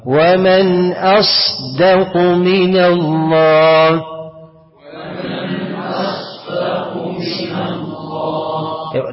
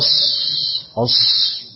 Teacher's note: هنعمل همس للصاد، ومن اص شايف الهمس صوت الهمسه ومن اصدق من الله، ومن اصدق من الله، طبعا لما في الصاد تعلي اللسان وتخلي في استعلاء